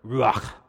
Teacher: you got to say it with like a guttural, kind of like you're trying to spit in the back of your throat